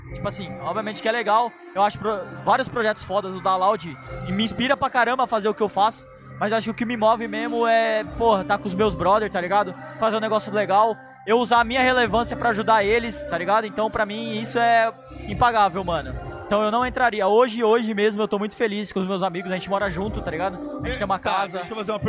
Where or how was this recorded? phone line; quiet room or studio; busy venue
busy venue